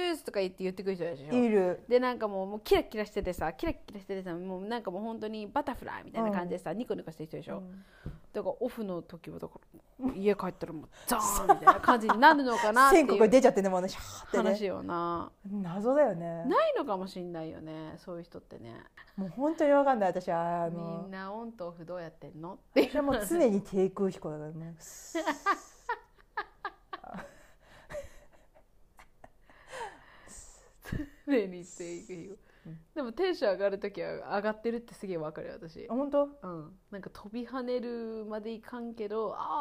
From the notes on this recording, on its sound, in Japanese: 今回なんか音声が小さかったり大きかったりするの、ごめんね。